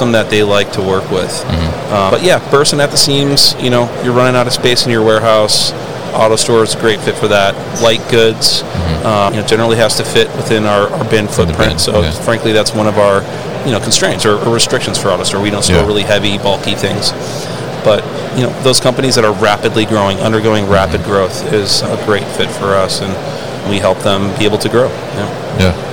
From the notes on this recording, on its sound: Autostore at MODEX 2022